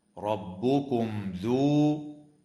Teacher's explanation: وتظهر الميم الساكنة عند الذال في قوله تعالى ربكم ذو